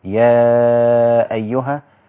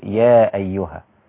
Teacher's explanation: أقصر المد المنفصل إلى حركتين اثنين · Shown in: second take · يبقى بدل ما أقول يا أيها هقول يا أيها ما أنزل وهكذا. · Term: القصر